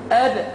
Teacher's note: لما تقول أب ظهرت صفاته كاملة، القلقلة، الشدة، أب، أج. فلذلك عند سكون الحرف يجب علينا بيان صفاته كاملة.